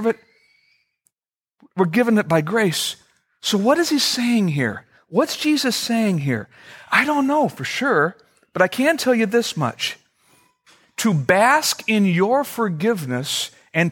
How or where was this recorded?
large echoing room